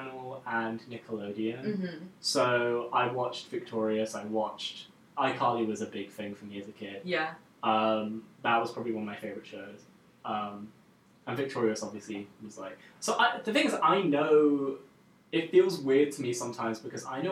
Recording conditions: poor sound quality